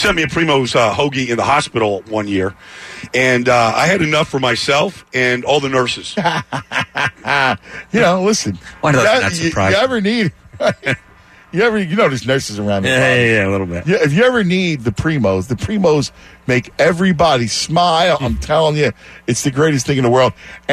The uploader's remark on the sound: The guys are live down the NFL Experience at Penn's Landing!